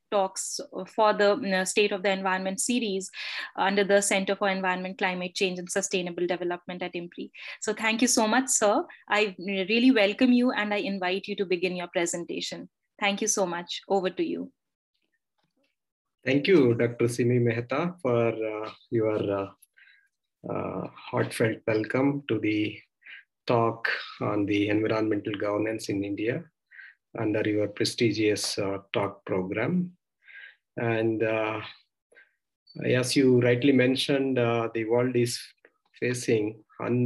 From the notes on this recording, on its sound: Zoom and Facebook Live